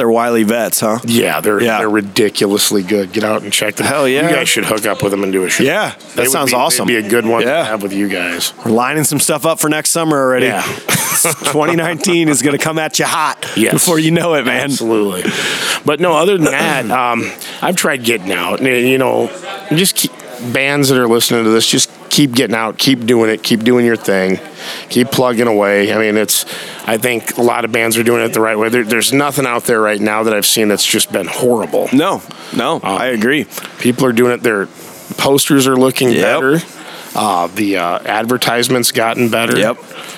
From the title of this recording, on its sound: Live from the Eagles Club